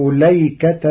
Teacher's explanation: قرأ ورش لفظ الأيكة بلام مفتوحة من غير همز قبلها ولا همز قطع بعدها ونصب التاء فتصير كذب أصحاب ليكة المرسلين، وهي غير منصرفة للعلمية والتأنيث لإضافتها إلى أصحاب.